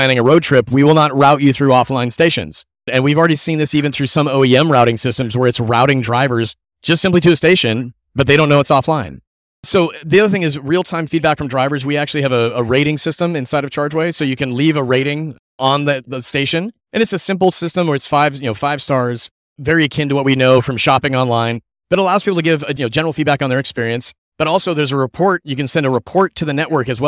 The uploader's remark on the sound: This episode was recorded during the NADA show in Dallas, TX